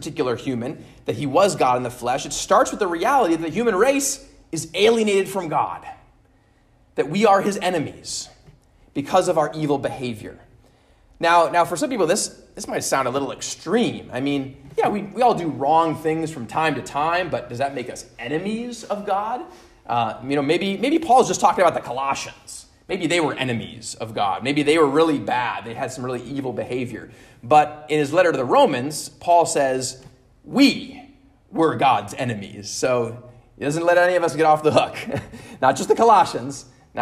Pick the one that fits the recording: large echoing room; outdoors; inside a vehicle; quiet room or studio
large echoing room